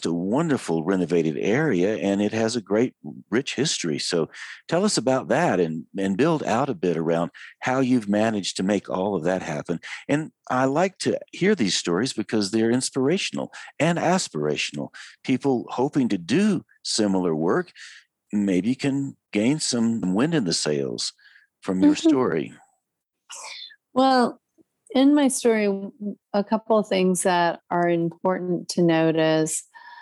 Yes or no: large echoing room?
no